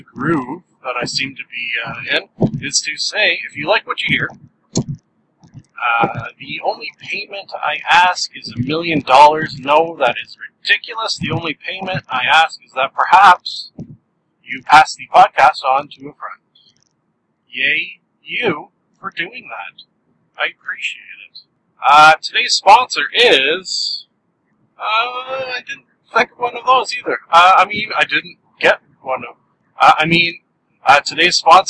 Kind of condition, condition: fault, poor sound quality